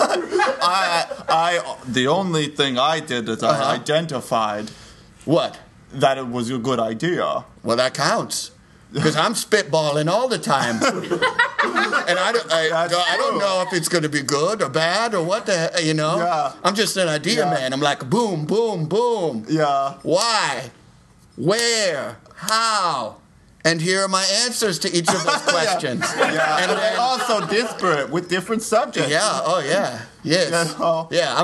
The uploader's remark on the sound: Live from the 8th annual Chicago-Raliegh improv festival at ComedyWorx